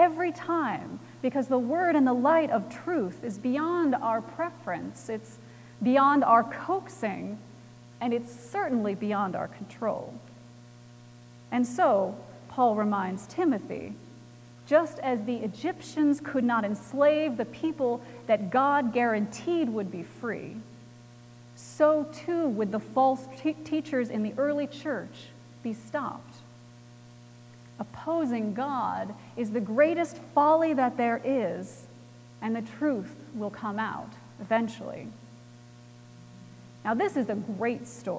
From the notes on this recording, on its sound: Recorded January 28, 2018 at Trinity Presbyterian Church in Bixby, Okla.